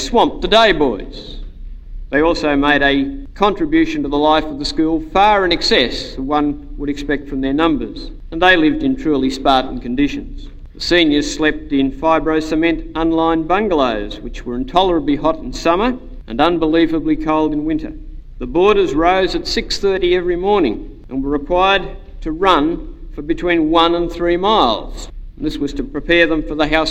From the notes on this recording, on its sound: an address he delivered on Founders Day 1989 in the Aikman Hall